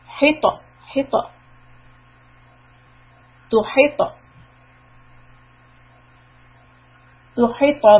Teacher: طا with a سكون get the قلقلة sound which is like a bouncy sound